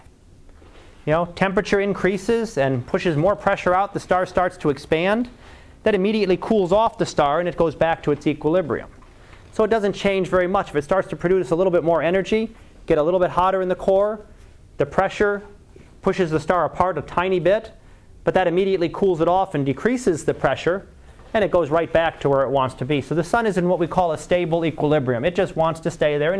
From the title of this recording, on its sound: Live Class Lecture